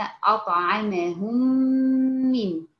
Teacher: الميم الأولى ساكنة والميم الثانية متحركة، علشان كده دخلنا الميم الأولى في الميم الثانية · Term: الادغام